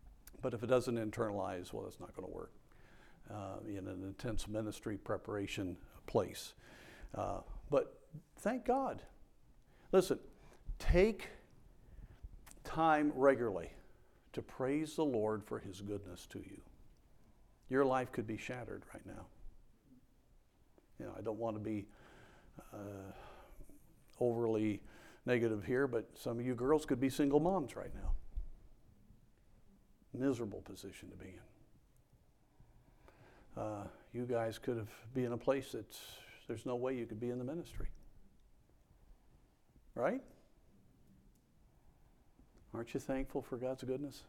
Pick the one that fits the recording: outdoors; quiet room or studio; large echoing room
large echoing room